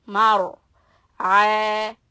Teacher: the ra will be heavy because it is preceded by a fatha